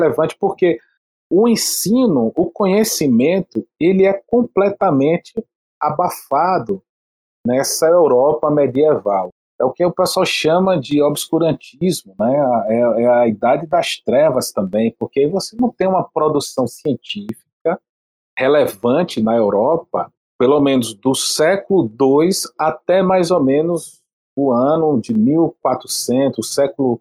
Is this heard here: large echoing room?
no